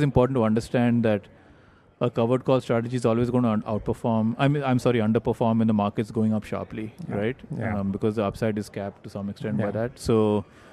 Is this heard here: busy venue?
yes